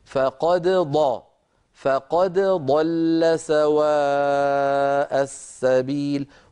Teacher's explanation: الدال لا تدغم في الضاد على رواية حفص عن عاصم